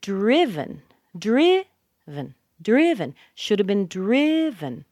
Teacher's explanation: the stress is on the first syllable, driv. That's where you hear the tone go up. That's where you hear the stress.